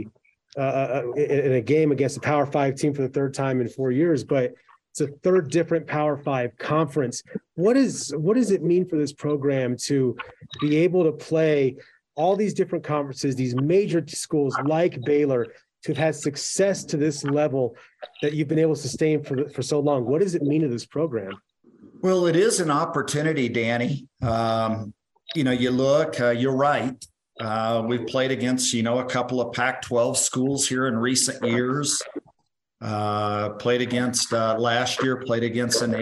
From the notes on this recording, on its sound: Zoom Call 12-12-2022.